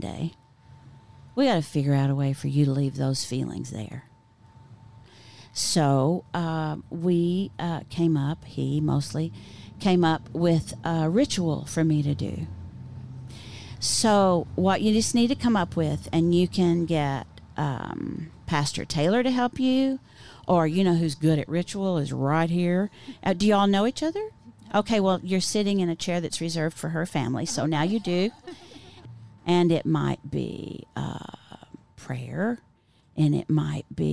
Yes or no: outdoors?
yes